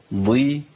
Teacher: ان الضاد المكسوره لسه فيها تفخيم عالي شويه عن حروف زي القاف والغين والخاء كده